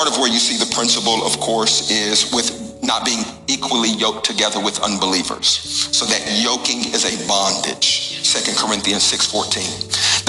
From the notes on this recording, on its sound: Recorded at the Alive Church.